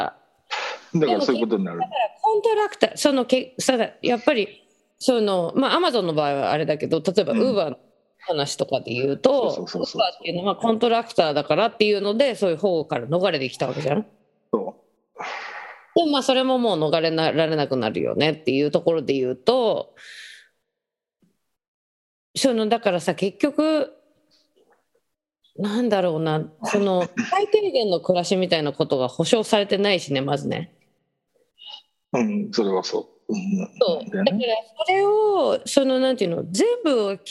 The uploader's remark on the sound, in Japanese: 本音声はビデオ会議サービス「Zoom」を使用し収録しています。一部聞き取りづらい箇所があります。